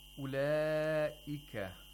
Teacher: Here we have matul muttasil, where the long vowel has to be lengthened to four or five vowel counts.